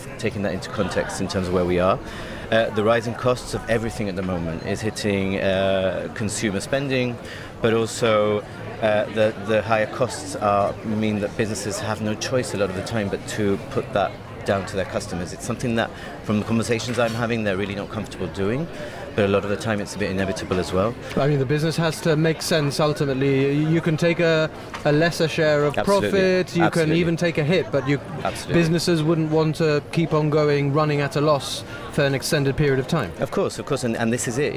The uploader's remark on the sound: Gibraltar Today was in the heart of town, with a live broadcast from Little Rock Cafe in Casemates.